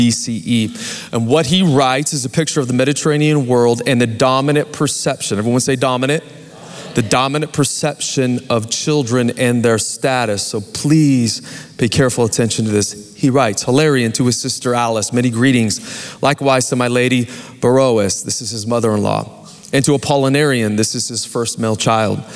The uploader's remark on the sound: Recorded Live at Capital Church in Meridian, Idaho